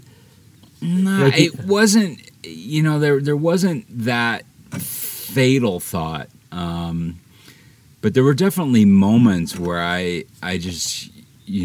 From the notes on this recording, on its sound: from camp in Bears Ears National Monument